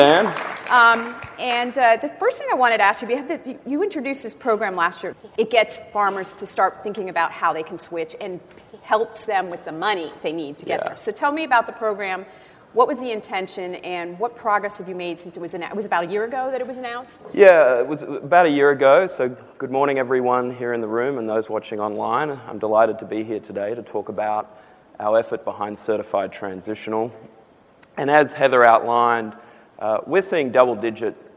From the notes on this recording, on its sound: The best of live interviews from GreenBiz events.